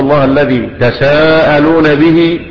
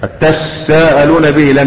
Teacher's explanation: لم يحدث حذف وإنما التاء الثانية أدغمت في السين · Shown in: second take · فإيه؟ فصارت السين مشددة. · Term: الإدغام